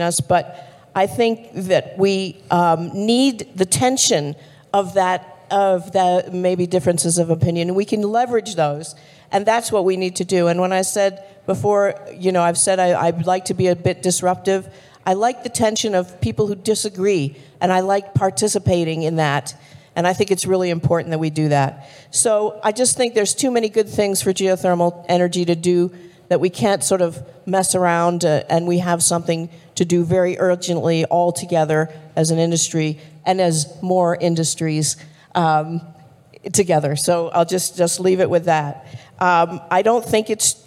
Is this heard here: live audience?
yes